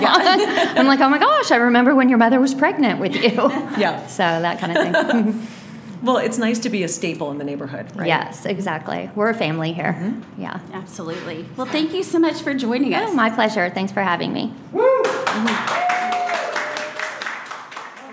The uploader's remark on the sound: Live at TOOTSIES. We had the pleasure of recording live at one of our favorite neighborhood boutiques, Tootsies.